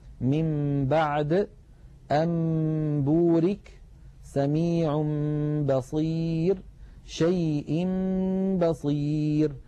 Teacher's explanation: قلب النون الساكنة أو التنوين عند الباء ميما مخفاة بغنة، نحو من بعد أنبورك سميع بصير شيء بصير. · Term: القلب